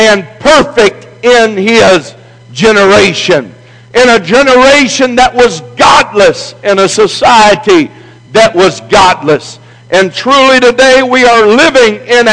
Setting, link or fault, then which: setting, large echoing room